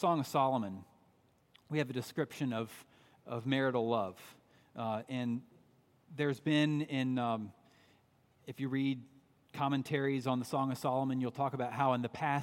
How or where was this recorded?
large echoing room